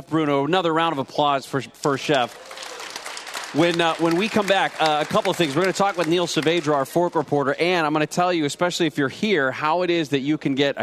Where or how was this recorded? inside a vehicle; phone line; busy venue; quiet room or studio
busy venue